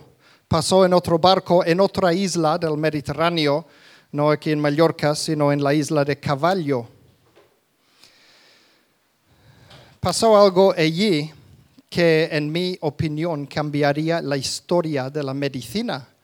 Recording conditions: live audience